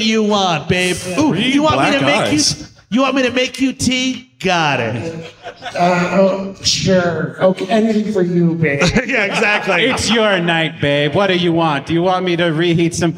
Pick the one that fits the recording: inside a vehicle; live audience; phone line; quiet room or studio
live audience